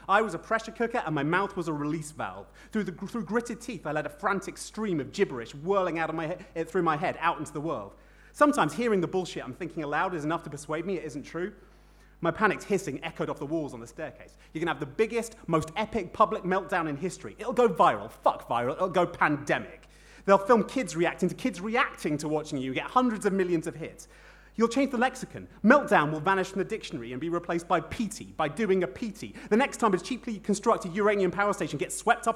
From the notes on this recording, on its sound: Recorded live at the Brixton BookJam, a free quarterly literary event.